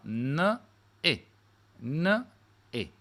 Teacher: Quindi n, n la n tocca sul palato, la e discende ah, nella parte mediana della bocca